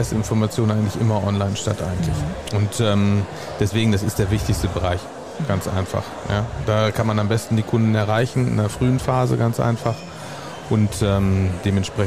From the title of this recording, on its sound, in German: Spezialfolge live vom Online Marketing Day